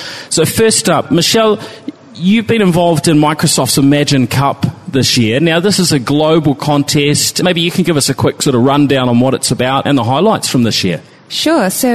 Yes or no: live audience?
yes